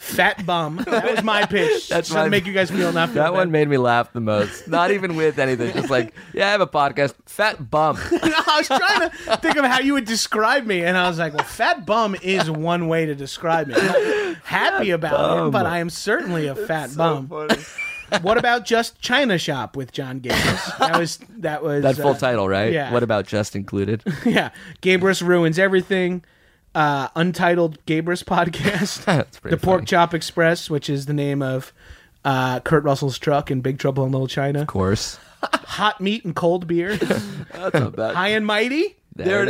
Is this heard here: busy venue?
no